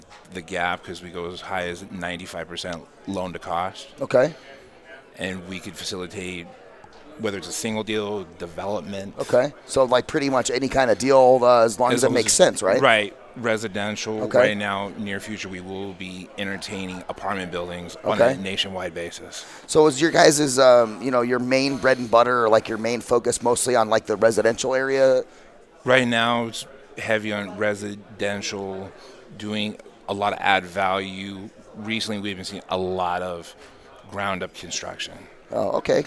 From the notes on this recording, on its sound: VoiceAmerica Live Broadcast From Scottsdale Arizona! A one day event for real estate professionals with Live Interviews on Site.